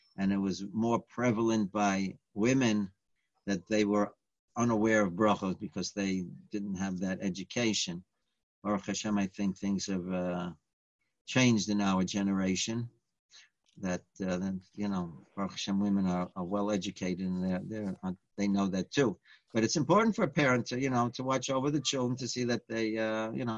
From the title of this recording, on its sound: Live On Zoom: 6-29-2020